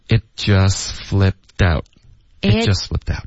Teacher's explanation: 你的 it 的特省略，舌尖得顶着上颚。